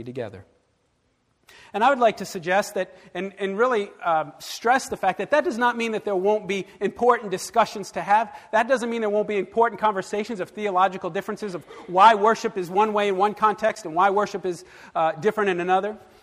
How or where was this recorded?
large echoing room